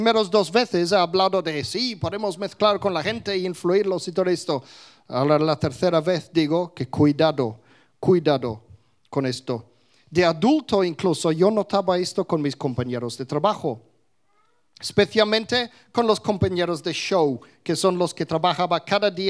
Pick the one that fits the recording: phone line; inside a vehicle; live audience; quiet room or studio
live audience